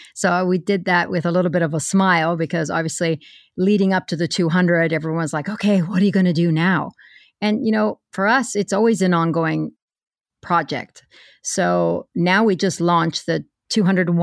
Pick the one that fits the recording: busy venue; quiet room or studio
quiet room or studio